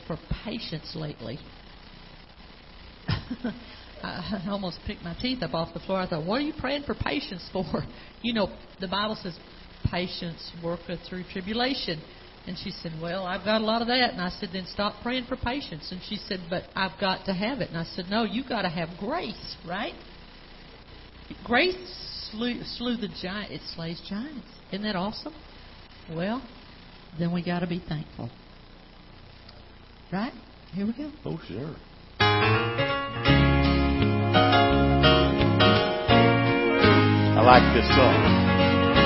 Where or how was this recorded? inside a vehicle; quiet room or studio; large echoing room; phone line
large echoing room